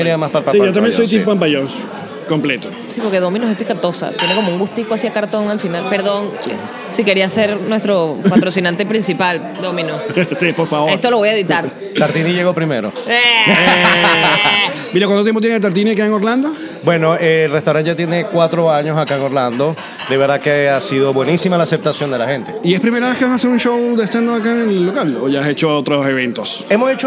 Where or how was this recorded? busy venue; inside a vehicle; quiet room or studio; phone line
busy venue